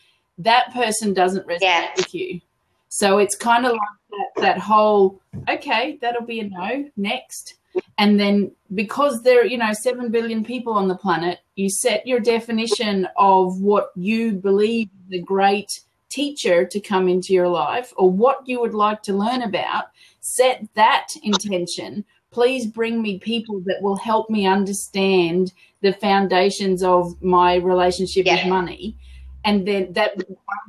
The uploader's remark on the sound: A blab recording